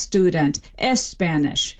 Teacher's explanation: the SP and the ST clusters cannot happen word initially in Spanish. And so what they do is something similar to the strategy that an English speaker trying to speak Swahili would, and they stick a vowel beforehand. So they're like student, Spanish.